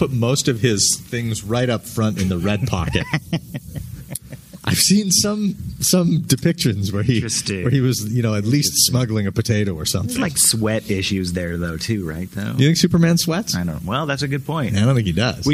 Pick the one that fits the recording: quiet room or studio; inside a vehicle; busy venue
busy venue